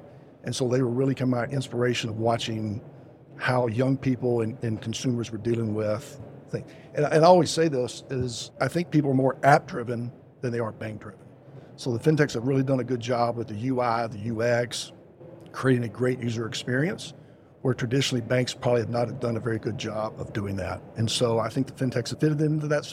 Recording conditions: busy venue